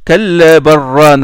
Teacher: Il fait même l'idgham entre le lam et le ra.